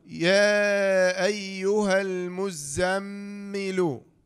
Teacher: تحركنا من حركة الهاء إلى اللام الساكنة مباشرة